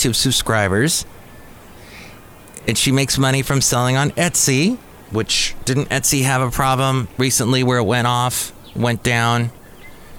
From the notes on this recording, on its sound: podcasts live from Café Anyway